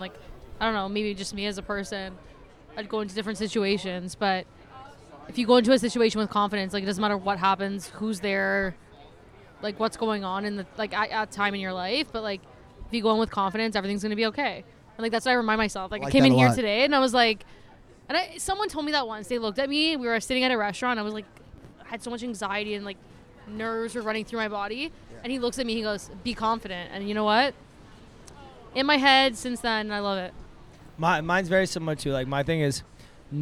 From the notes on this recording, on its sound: Big thanks to the team at Piccolo for hosting us on their lovely patio last Saturday for our first ever LIVE podcast.